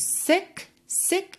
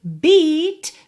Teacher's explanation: Sick, sick, é um som seco, sick. Beat, já é compridinho, recheadinho.